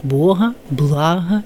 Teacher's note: правильное церковное чтение с «г» фрикативный